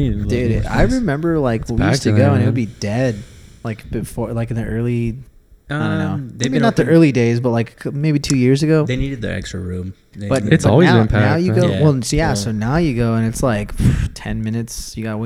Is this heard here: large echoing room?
no